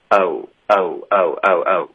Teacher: 注意这个是一个双元音，大家要有一些嘴唇的动作